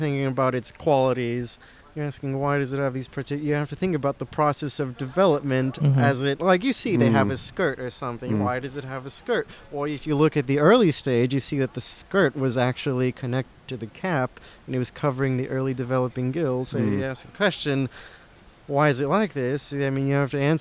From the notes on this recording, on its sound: Outside A Mushroom Festival. Recorded 2/5/23 at the South Coast Botanic Garden in Palos Verdes, CA.